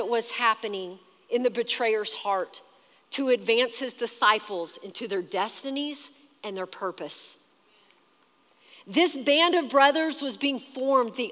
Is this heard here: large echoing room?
yes